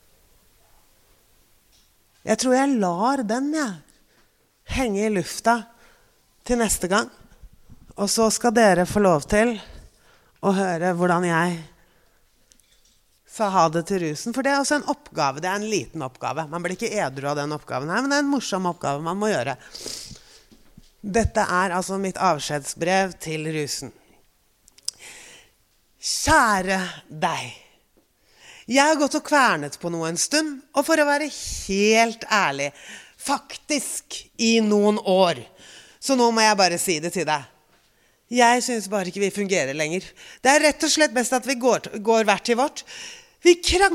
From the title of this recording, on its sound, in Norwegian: LIVE FRA DOVREHALLEN